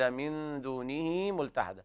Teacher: ولن أجد من دونه ملتحدا، من دونه ملتحدا هنا صلة صغرى، لاحظنا أن الهاء الصغيرة هذه أشبعت بكسر، وهو جاء بعدها حرف غير الهمز فتمد